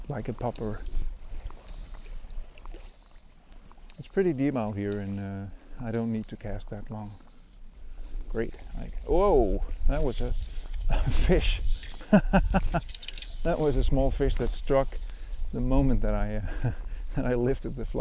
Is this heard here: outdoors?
yes